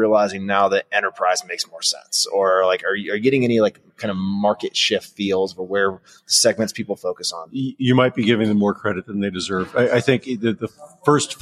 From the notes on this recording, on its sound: Coming to your feed live from the Blueprint proptech and real estate conference in sunny Las Vegas, Nevada. Coming to your feed live from the Blueprint proptech and real estate conference in sunny Las Vegas, Nevada. He had the opportunity to sit down in person.